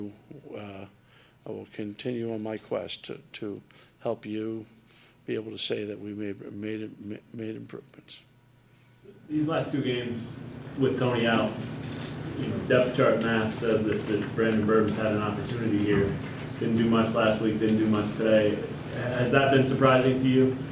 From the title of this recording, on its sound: Press Conferences & Post-Game Interviews